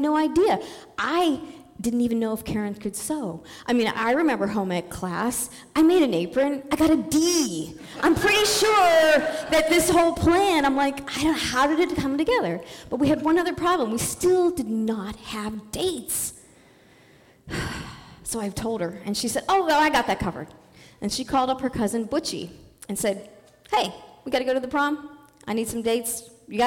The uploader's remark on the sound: On The Road Series. Live in Dallas, OR.